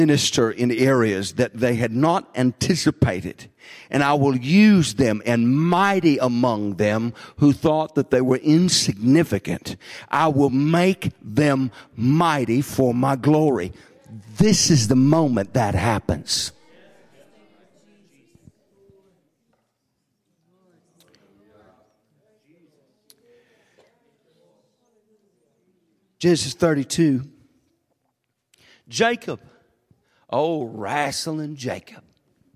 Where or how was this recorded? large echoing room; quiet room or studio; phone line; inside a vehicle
large echoing room